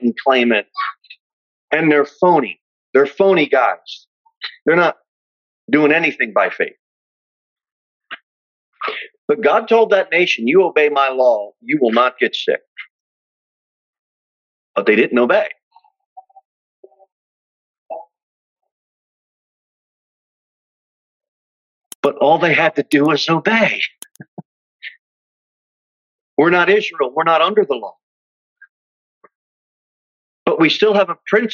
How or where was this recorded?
large echoing room